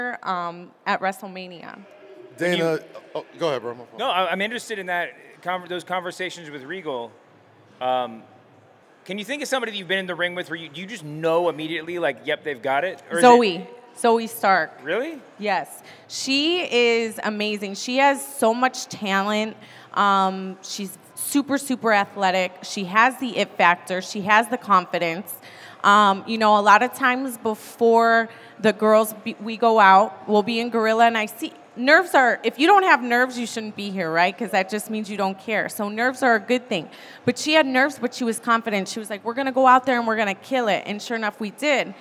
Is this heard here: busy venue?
yes